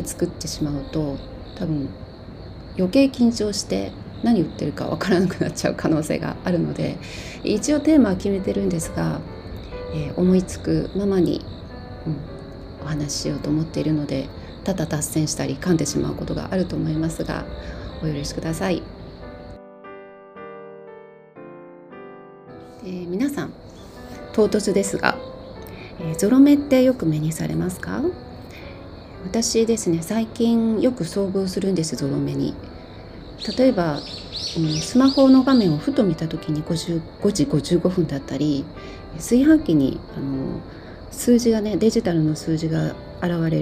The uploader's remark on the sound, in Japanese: 朝のベランダで収録したので、鳥のさえずりや虫の声、遠くに犬の鳴き声などの自然のサウンドだけでなく、耳障りな雑音も入っておりますがどうぞご了承くださいませ。